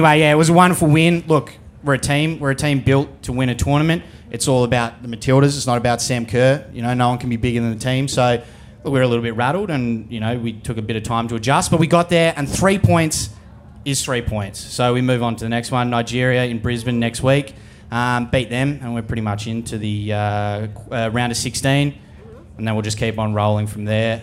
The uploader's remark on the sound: The Show Off LIVE From Splendour In The Grass! This week we are coming to you LIVE from Splendour In The Grass.